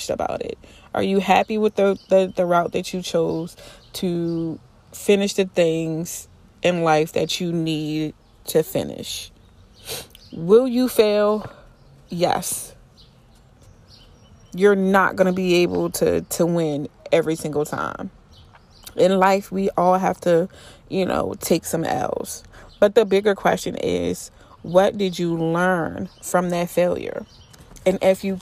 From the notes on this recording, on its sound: This spring weather and me recording outside don’t mix